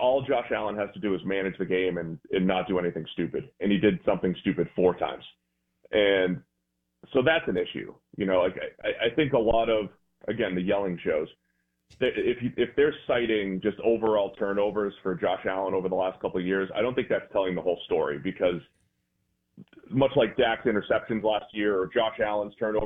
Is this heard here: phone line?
yes